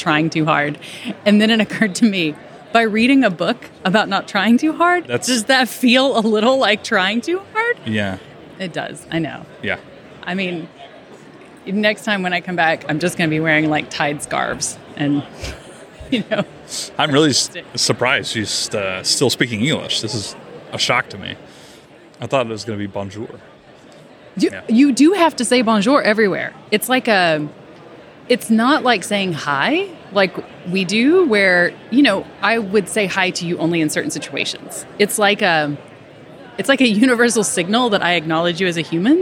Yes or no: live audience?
yes